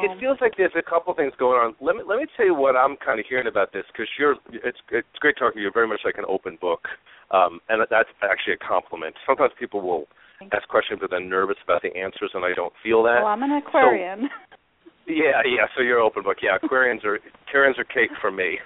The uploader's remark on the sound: We will also open the phone lines today about halfway through the 45 minute show for a few mini (5 minute) readings.